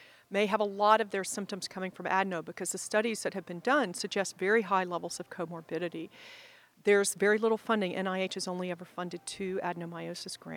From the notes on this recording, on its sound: Live from ASRM 2023.